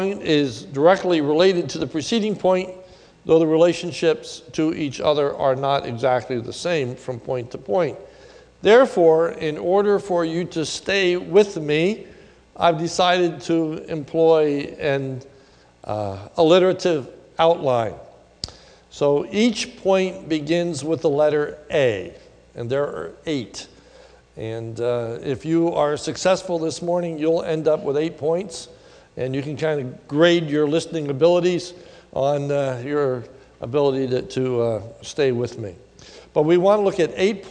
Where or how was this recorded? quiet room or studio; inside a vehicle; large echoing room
large echoing room